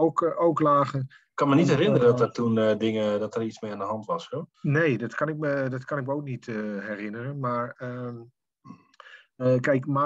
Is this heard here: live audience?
no